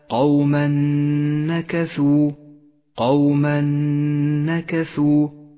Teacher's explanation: الحكم التالي هو حكم الإدغام بغنة، في قوله تعالى قوما نكثوا، قوما نكثوا، التنوين وبعده حرف النون، إدغام بغنة، نسقط التنوين من اللفظ ونشدد حرف النون ونقف عليه بغنة زمنها حركتان، ولذلك لونت النون باللون الأخضر إشارة إلى موقع الغنة، قوما نكثوا.